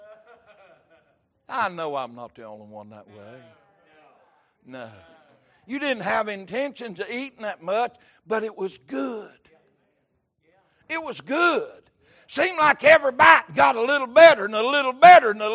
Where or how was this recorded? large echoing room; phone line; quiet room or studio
large echoing room